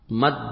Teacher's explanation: أدخلت الدال الأولى في الدال الثانية، ووضعت الشدة على الدال الثانية · Term: الإدغام